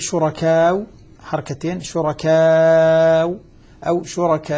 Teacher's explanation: السر في هذا أنه السكون عارض فسكونها لأنها سكونها عارض سكنها سكونا عارضا أخذت حكم العارض للسكون بحركتين أو أربع أو ست حركات